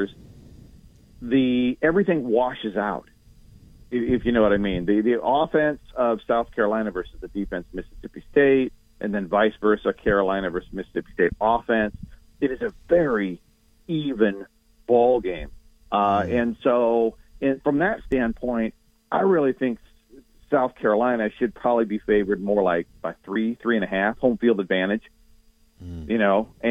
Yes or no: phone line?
yes